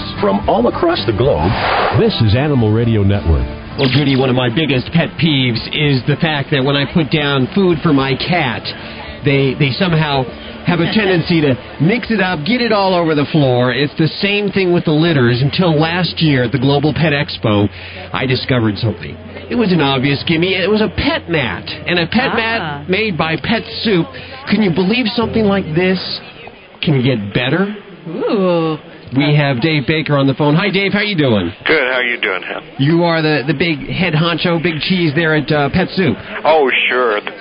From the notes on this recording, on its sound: Animal Radio is LIVE from SuperZoo in Las Vegas.